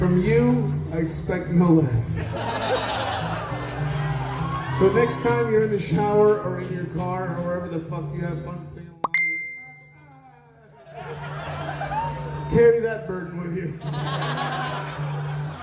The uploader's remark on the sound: Live in Dallas. Podcast covers a live concert from #dallas #liveamplified.